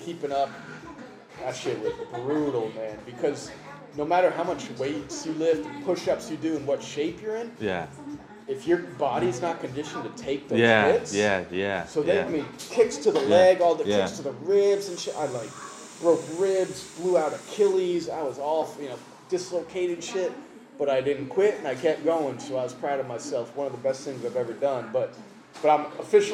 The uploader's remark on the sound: We reunite in Phnom Penh, sitting down in a corner of a bar tucked away in an alley to talk about his story, live from the Kingdom of Cambodia.